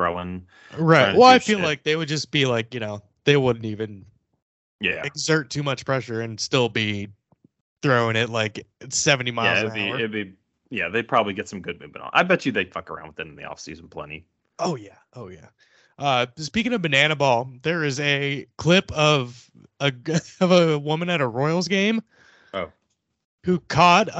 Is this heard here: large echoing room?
no